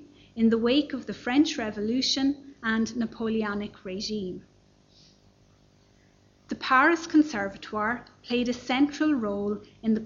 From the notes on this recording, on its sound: Library Lunchtime Lecture. This lecture series accompanied our exhibition 'Discovering Thomas Moore: Ireland in nineteenth-century Europe'.